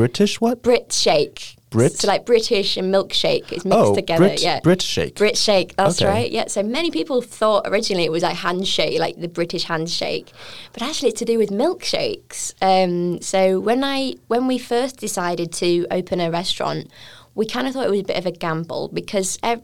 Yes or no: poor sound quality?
no